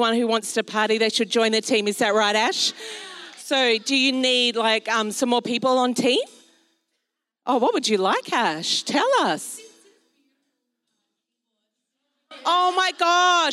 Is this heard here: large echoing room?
yes